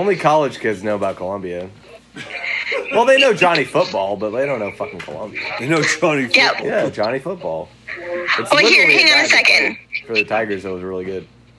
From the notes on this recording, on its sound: People call